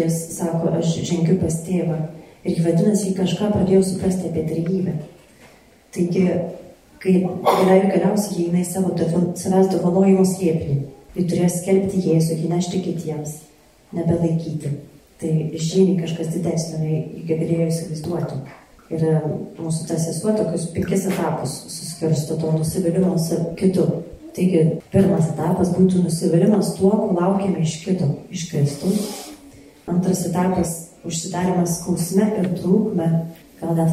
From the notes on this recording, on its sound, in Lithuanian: Įrašas iš šeimų festivalio.